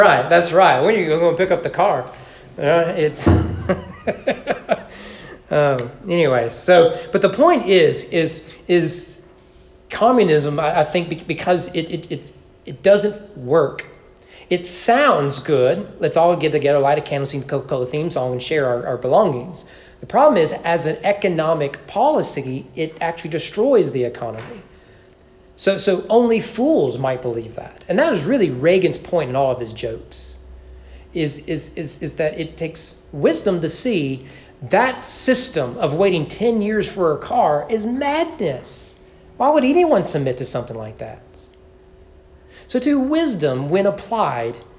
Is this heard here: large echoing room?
yes